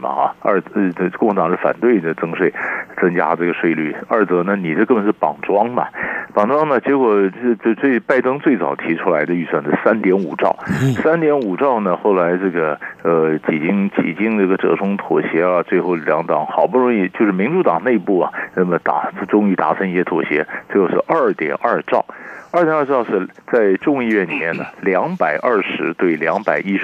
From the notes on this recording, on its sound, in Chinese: 連線訪問